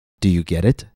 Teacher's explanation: Let's look at where the T falls in relation to that stress. T falls after the vowel sound e and before the unstressed vowel I of it. Therefore, it follows the rule and is pronounced as a tap. · Notice how I pronounced the T in get as a tap.